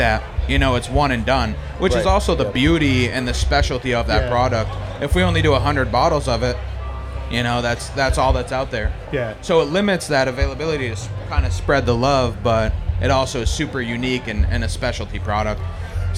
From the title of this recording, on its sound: Live From Snallygaster